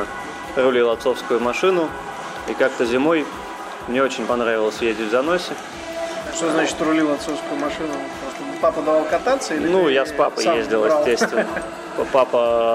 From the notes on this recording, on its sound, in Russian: Этот выпуск я записал в одном из московских кафе